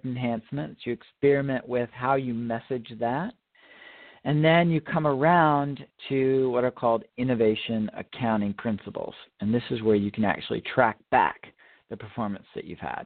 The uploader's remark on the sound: Call in questions